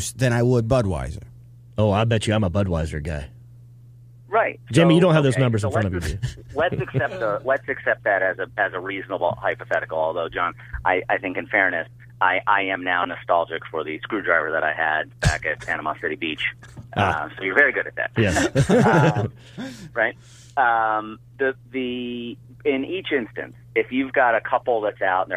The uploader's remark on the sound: Then they take two phone calls.